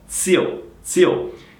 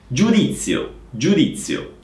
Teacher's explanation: Sempre giù e poi di, di, suono duro della di, giudi, giudi e poi sempre la z, sorda